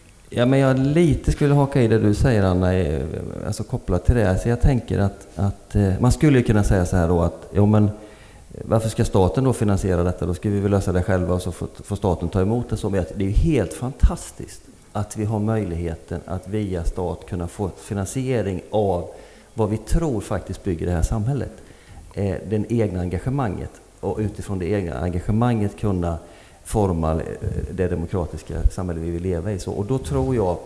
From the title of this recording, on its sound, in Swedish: Livepodd från Almedalen